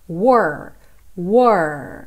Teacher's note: esse R é com a língua enrolada